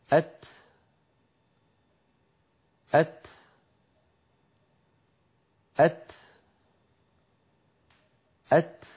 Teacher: اللسان يصعد فيقرع مخرج التاء ويحبس الصوت خلفه، وقد مثلنا للصوت بالأسهم، ثم بعد أن ينزل اللسان ويفارق ويتجافى عن مخرج التاء ينطلق هواء نفس عبرنا عنه في الصورة بالدخان الأبيض. · Term: تاء ساكنة